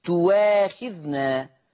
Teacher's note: تواخذنا تبدل واو مفتوحة